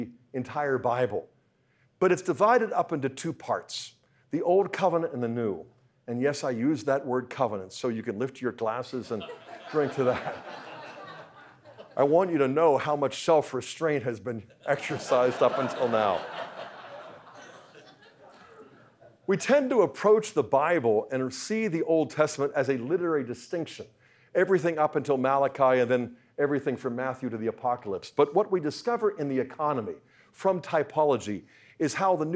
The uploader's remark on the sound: talk was part of the Speaking the Truth in Love Conference, sponsored by the Catechetical Institute at Franciscan University of Steubenville